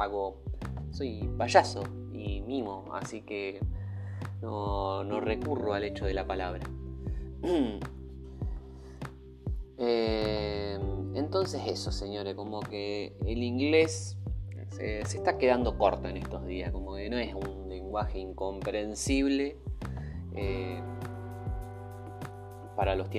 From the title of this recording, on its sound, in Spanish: El mic no anda